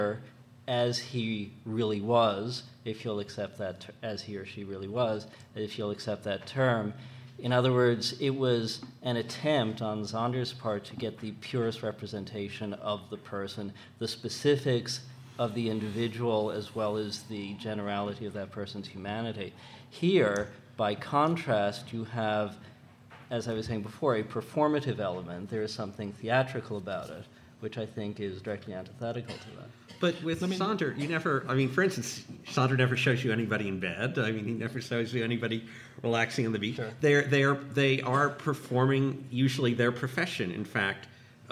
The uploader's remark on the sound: February 8, 2008 at the National Academy Museum and School of Fine Arts, New York